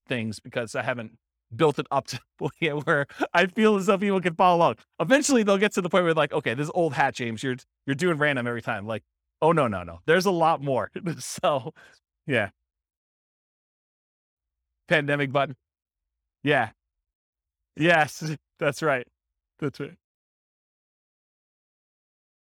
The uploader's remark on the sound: This was a live class recorded